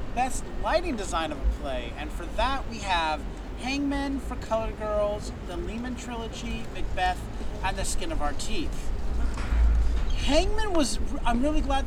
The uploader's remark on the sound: LIVE from the streets of Brooklyn